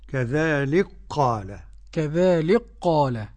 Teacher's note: قرأ السوسي بإدغام الكاف في القاف